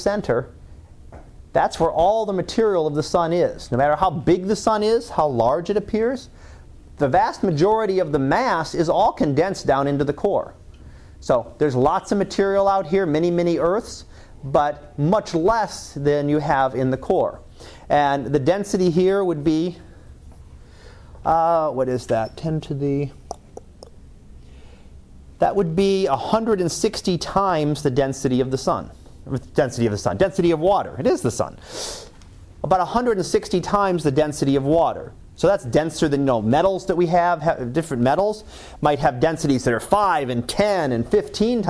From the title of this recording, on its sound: Live Class Lecture